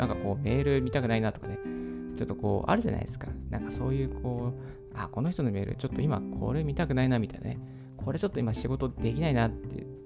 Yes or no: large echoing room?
no